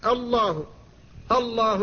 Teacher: فالهمزة هنا لا بد من الحذر من تفخيمها، لأن بعدها اللام المفخمة، والألف التي بعد اللام مفخمة كذلك